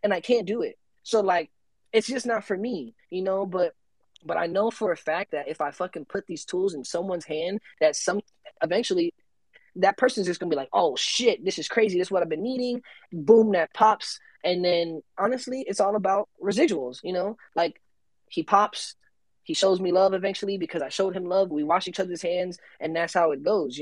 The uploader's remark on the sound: The content in this Podcast is a recorded Twitter space